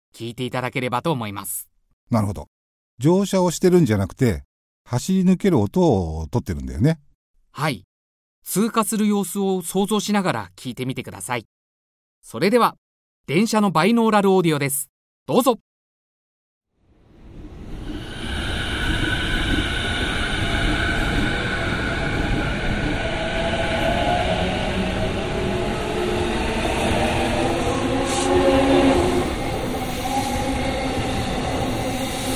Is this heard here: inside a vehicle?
yes